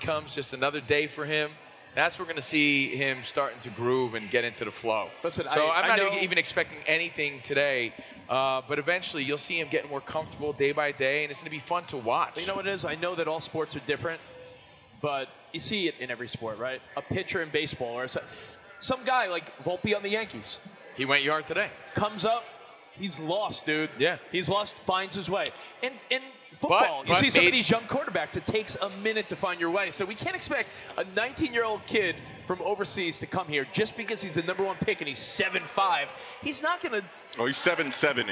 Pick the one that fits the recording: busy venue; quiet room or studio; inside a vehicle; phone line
busy venue